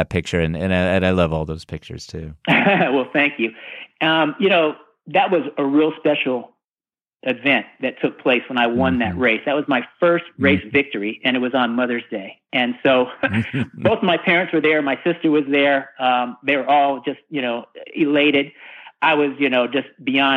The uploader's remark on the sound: Please join me in welcoming to The Not Old Better Show via internet phone